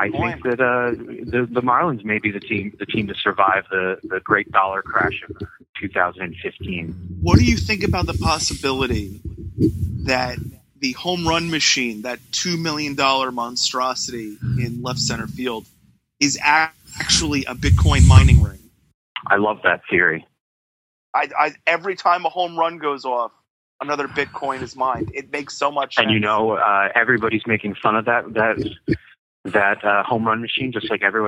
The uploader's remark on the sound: We were able to intercept the audio from NYE. They were able to take phone calls.